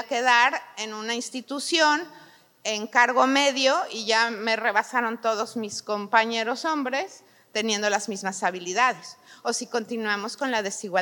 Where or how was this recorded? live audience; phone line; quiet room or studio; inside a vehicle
live audience